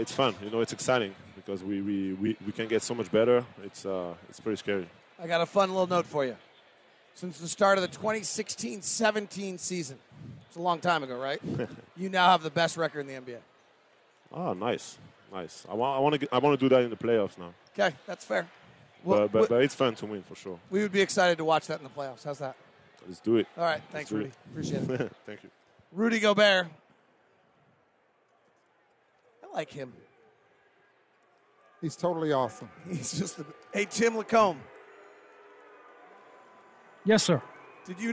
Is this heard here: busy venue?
yes